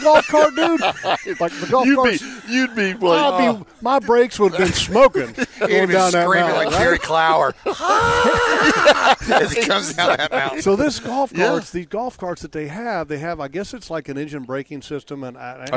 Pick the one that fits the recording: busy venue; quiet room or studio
busy venue